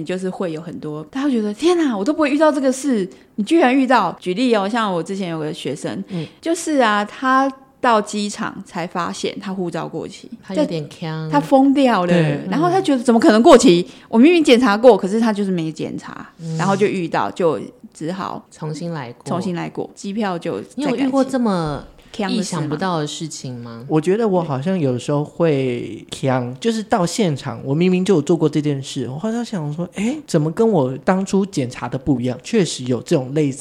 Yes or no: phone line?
no